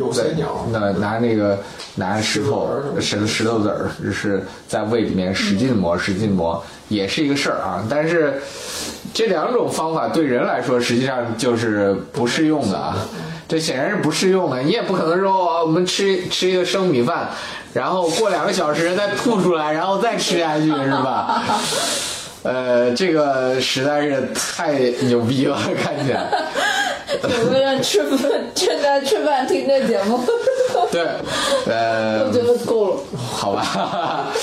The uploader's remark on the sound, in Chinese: 本期节目在玉米实验室的办公区用录音笔录制，可能有街道上的杂音，请见谅。